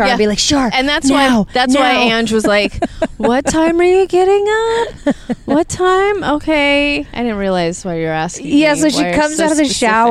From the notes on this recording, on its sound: we're on location in sunny Sunset Beach, CA